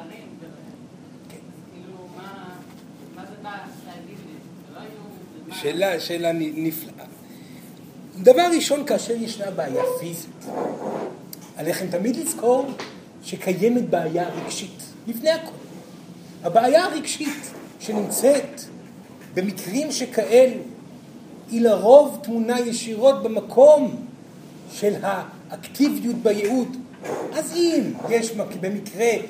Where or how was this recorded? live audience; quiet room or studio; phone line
live audience